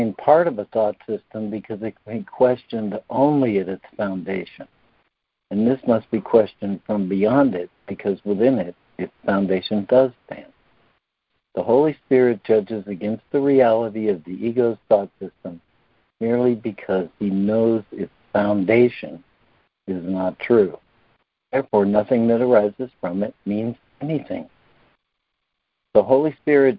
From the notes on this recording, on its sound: ACIM Daily Conference Call